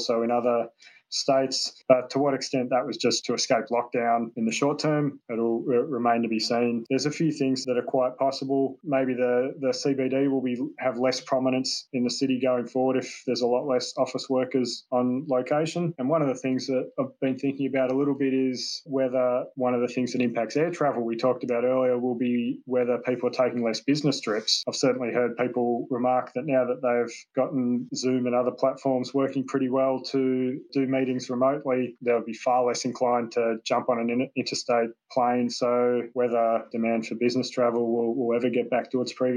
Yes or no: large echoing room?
no